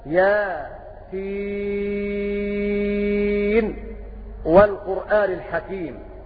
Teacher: يقول ابن الجزر رحمه الله تعالى في سورة ياسين قبل أن أشرح هذه الأبيات، أقول إن اسم ياسين قيل إنه اسم للنبي صلى الله عليه وسلم، وقيل إنه اسم للسورة، والله أعلم بمراده بذلك. كلمة ياسين قرأ أبو جعفر بالسكت على يا وسين